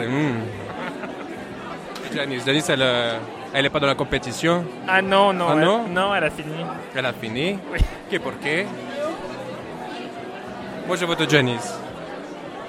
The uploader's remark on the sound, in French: En direct du concours Drag France 2024 !